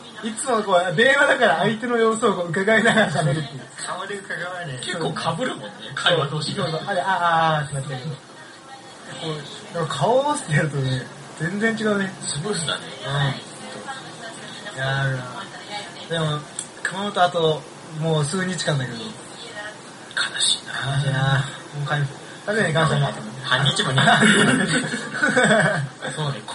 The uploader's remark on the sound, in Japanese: 飲みながらの収録なのでやかましかですばい